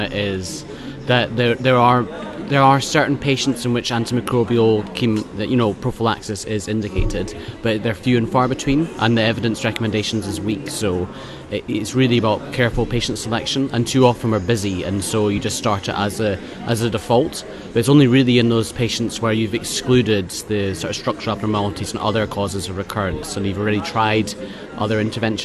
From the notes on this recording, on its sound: live from ECCMID 2023